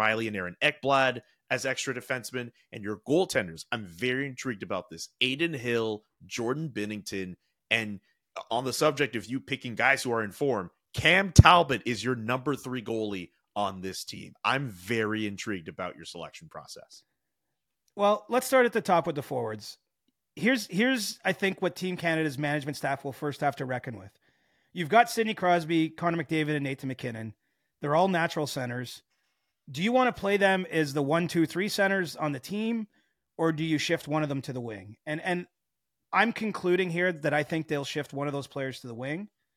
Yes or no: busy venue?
no